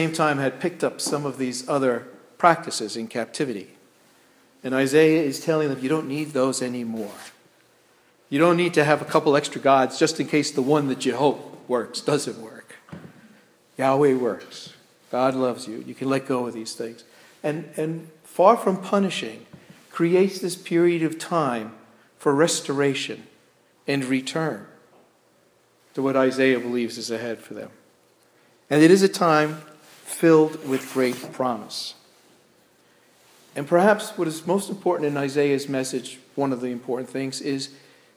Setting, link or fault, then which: setting, large echoing room